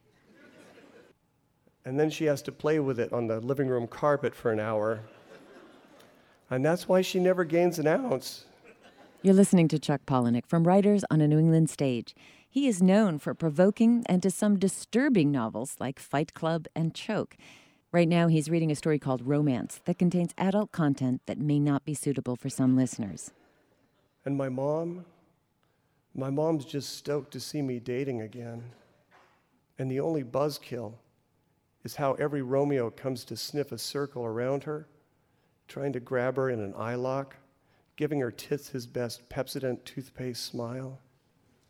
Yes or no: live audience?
yes